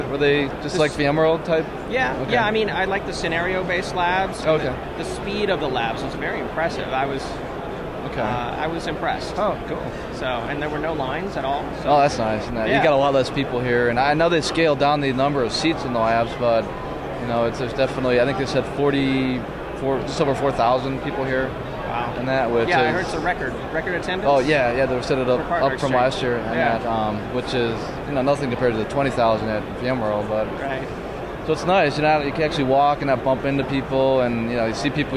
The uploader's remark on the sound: LIVE from VMware PEX 2012. LIVE from Las Vegas!